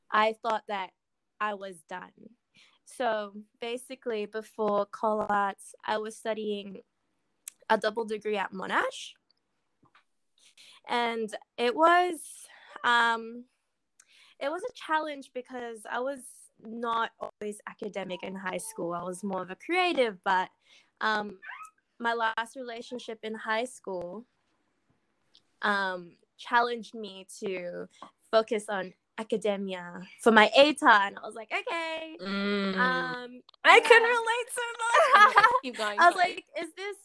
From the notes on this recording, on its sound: apologies for the clicky noises and the random cut outs.